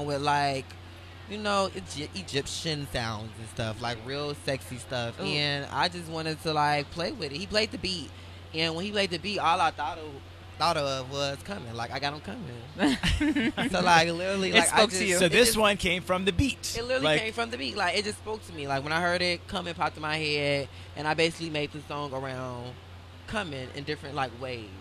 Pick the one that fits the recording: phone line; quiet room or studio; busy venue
busy venue